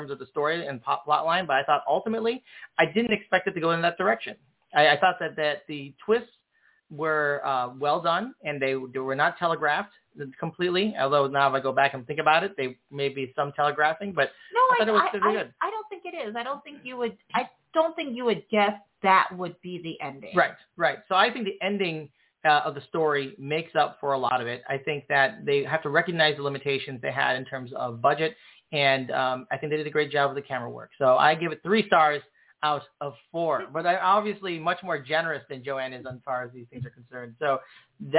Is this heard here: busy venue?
no